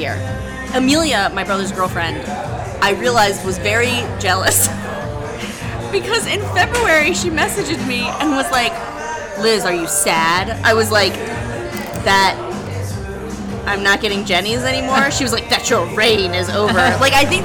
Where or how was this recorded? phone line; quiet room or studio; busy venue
busy venue